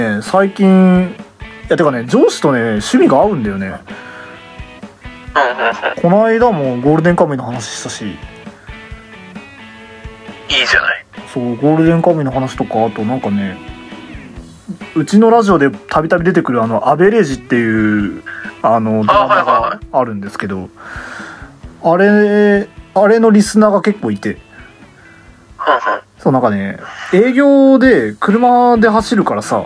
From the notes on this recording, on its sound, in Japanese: 録音機材：iPhone7